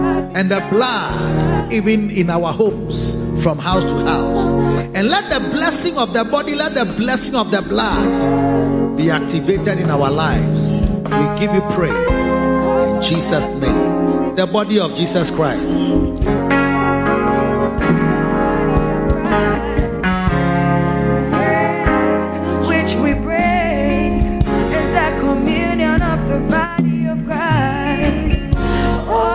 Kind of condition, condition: setting, large echoing room